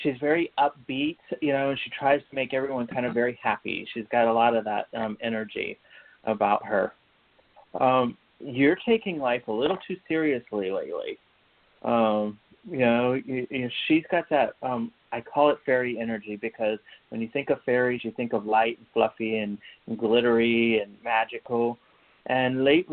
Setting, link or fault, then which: link, phone line